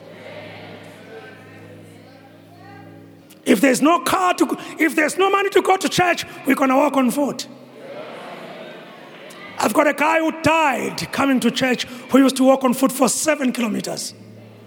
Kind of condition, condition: setting, large echoing room